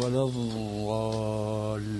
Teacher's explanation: فهي مخرجها من حافة اللسان ملتصقة بالأضراس · Term: الضاد